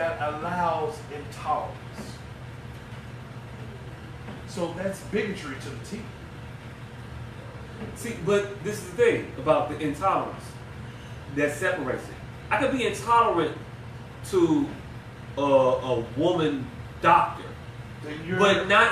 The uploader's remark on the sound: we fought through technical difficulties